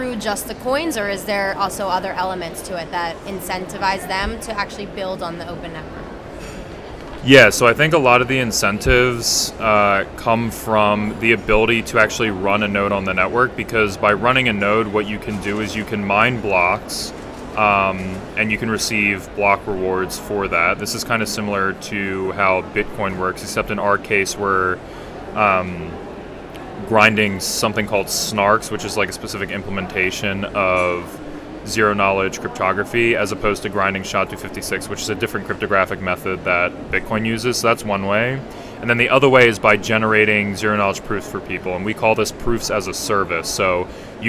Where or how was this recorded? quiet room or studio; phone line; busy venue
busy venue